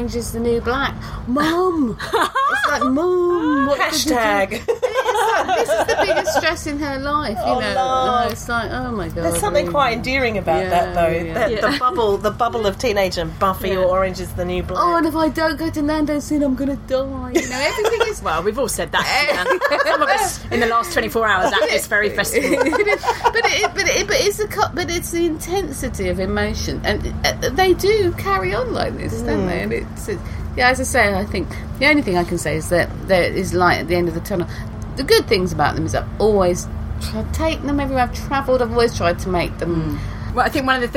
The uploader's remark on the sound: This episode was recorded in a yurt at Camp Bestival